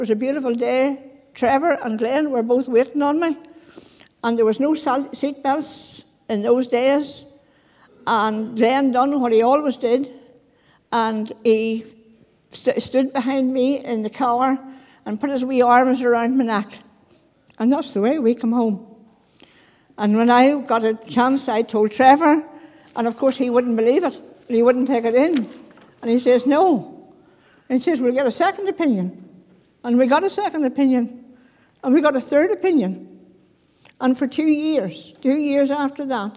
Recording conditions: large echoing room